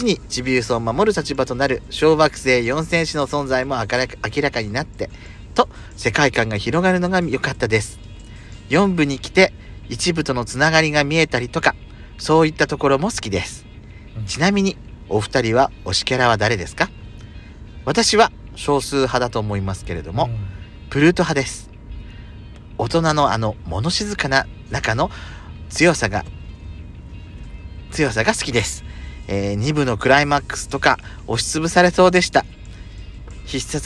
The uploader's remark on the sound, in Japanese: パーキング収録